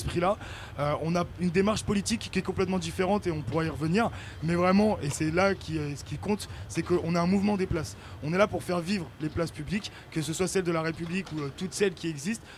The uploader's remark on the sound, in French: Emission spéciale au Festival de l’Engagement ! Radio Campus Paris a délocalisé son studio au beau milieu de la Place de la République pour interroger les associations présentes au Festival de l'Engagement.